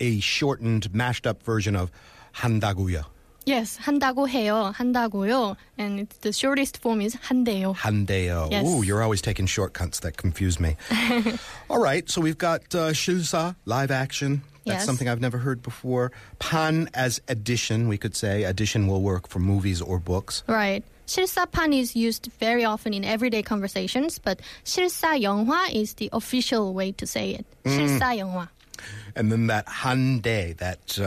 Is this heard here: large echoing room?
no